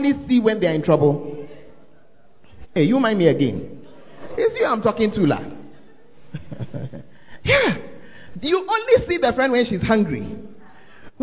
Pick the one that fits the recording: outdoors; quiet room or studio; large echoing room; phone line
large echoing room